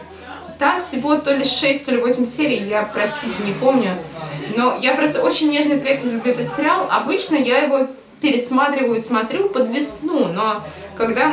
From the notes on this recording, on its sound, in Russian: Извините за качество звука: эпизод записывался на корпоративе Телекинеза.